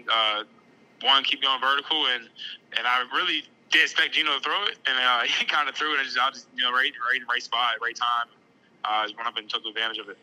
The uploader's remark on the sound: Chats by phone with the following players following their week 9 wins.